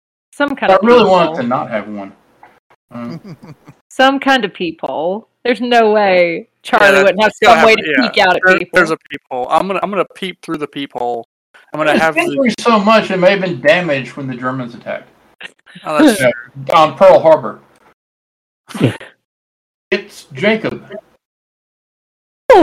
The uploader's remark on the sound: Sorry about the audio quality on this episode, the usual recording system we use was having errors so we had to use a new and different one.